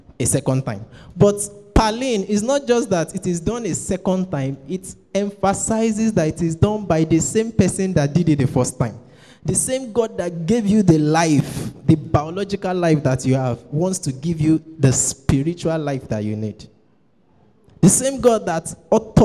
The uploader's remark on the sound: Preached at TAC Powerline District Youth Fellowship in 2015.